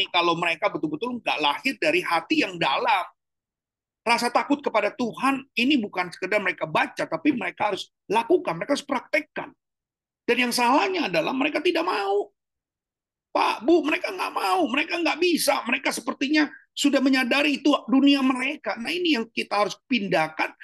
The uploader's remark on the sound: Zoominar